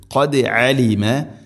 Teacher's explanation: അയിനം ഖദ് അയിനം ഖദ് ഖദ് അലീമ, ഖദ് ദാലിനെ ഖൽഖല ചെയ്യണം, കേൾക്കണം ശരിക്കും.